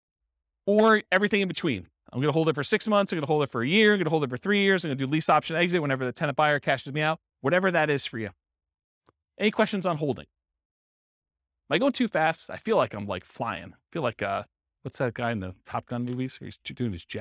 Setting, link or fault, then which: setting, live audience